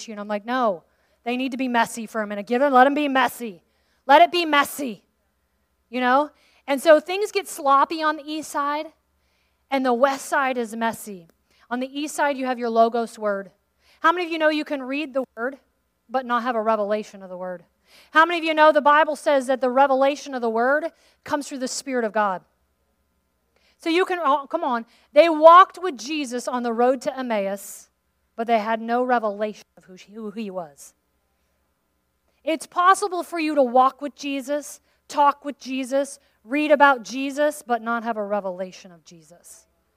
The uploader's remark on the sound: Dive into this podcast episode from session 1 of the West Side Story Conference.